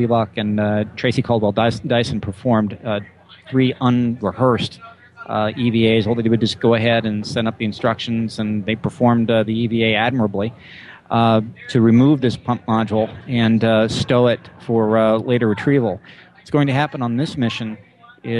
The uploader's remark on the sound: Talking Space Broadcasts Live at STS-135. The entire team gathered at the Kennedy Space Center to broadcast live coverage of the final space shuttle launch. Over 200,000 of you listened to us live on launch day. Special thanks to Astronomy.FM for hosting the live stream and to all affiliate stations who joined it. Live from the Kennedy Space Center in Cape Canaveral, Florida.